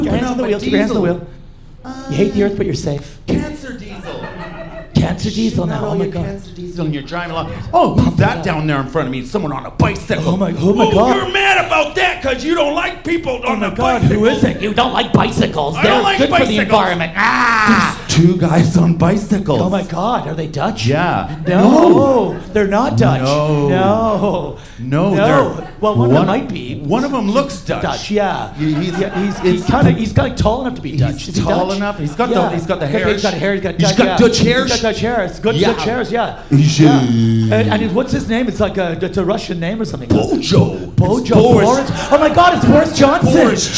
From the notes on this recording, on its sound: Our most European audience yet (there’s loads of Dutch people in!).